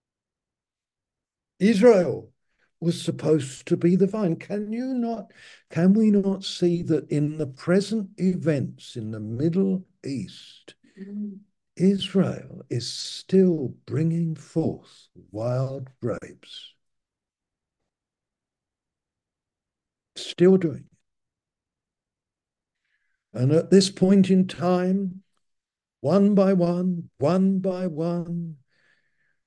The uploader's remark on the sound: Malaysia Meets (Zoom).